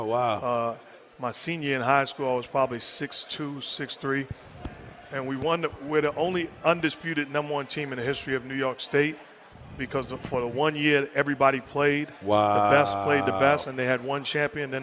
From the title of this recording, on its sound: Recorded at Summer League